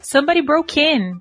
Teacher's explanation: Então, o stress vai ser no in.